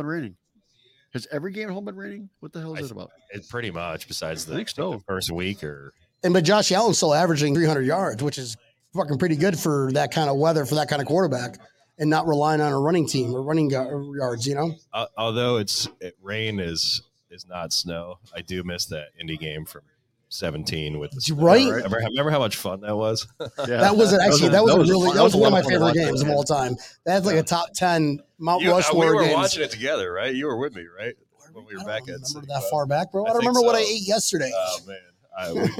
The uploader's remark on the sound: We're live from South Florida Bills Backers HQ, Brendan's Sports Bar!